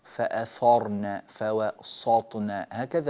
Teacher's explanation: الثاء يعني فخمت والسين فخمت وصارت صادا